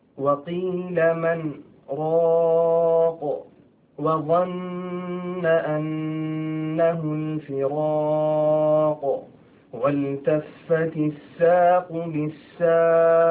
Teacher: أتى حرف القاف في وقفنا عليه فكان فيه قلقلة كبرى